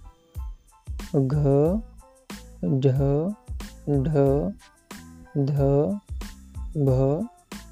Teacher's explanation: Voiced sound voiced with aspirated gh, jh, dh, dh, bh. These are the voiced aspirated sounds.